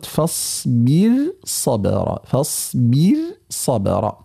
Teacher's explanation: وهنا الراء مرققة ولا اعتبار للحرف المفخم الذي بعدها لأنه منفصل عنها